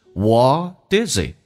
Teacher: 这边有连音， T 浊化成 D